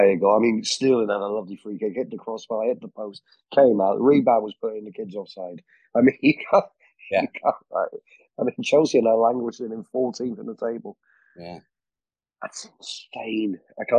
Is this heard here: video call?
yes